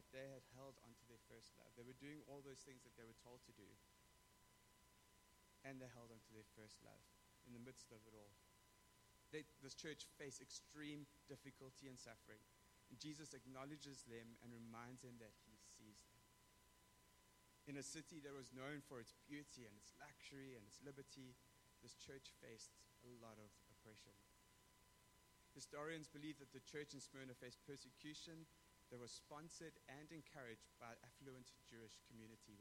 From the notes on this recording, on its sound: We apologize for the low sound quality, the issue will be resolved for the next recordings.